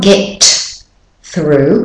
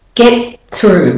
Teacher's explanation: We tap our tongue up, we put our tongue up to the T position, and then we go straight to the TH without dropping it down like we normally would and without all of that air · Shown in: second take · So it's not get through, it's get through.